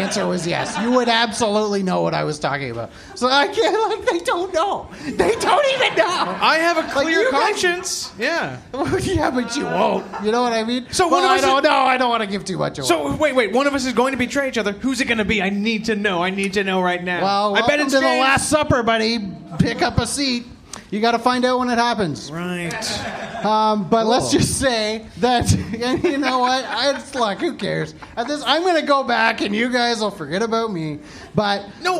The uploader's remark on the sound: recorded live on April 17, 2019 at The Ossington in Toronto, Canada!